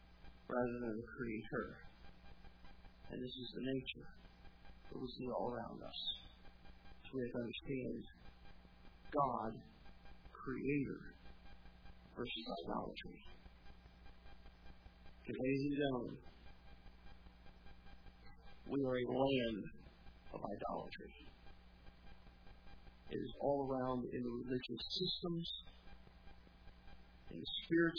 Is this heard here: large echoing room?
yes